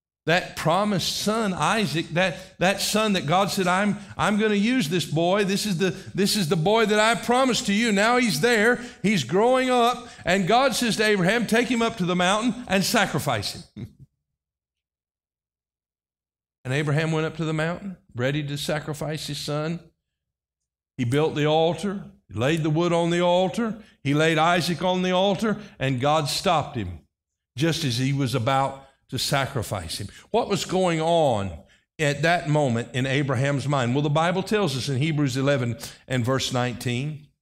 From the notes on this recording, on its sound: This message was delivered on October 22, 2023 during our morning service.